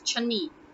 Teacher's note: People, when they usually say the word chalni, they say it so fast, they tend to remove the L. So chalni, you usually get to hear it as chani.